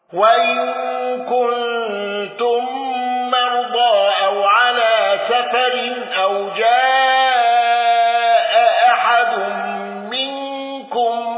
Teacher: قالون بقصر المنفصل والإسقاط مع التوسط، واندرج معه أبو عمرو